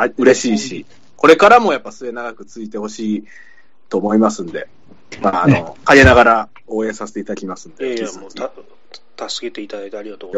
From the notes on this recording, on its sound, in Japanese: １２周年の記念で、思い出を語りながらリモート飲み会を収録。